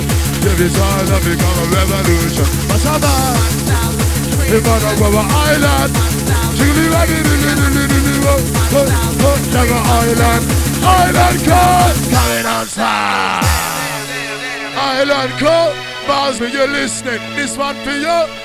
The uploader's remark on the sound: This was the 1st set that was recorded of me playing at Revolution (Formerly Uprising) in Sheffield 2000. This was the first time any recording was done as it was my first main room set for them.